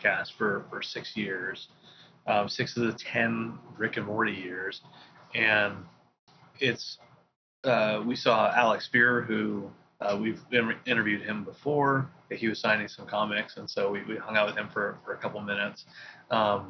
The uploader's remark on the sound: We do a very special nighttime live, fireside chat podcast on location for San Diego Comic Con! Pardon the audio quality... After all, we were live!